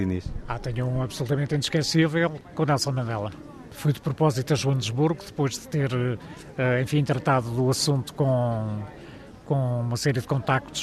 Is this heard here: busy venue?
yes